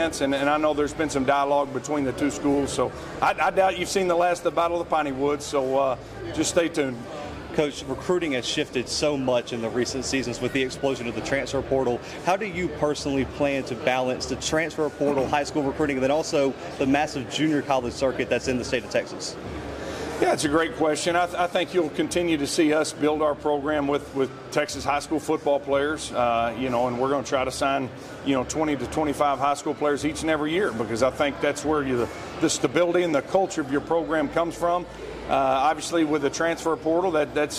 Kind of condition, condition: setting, busy venue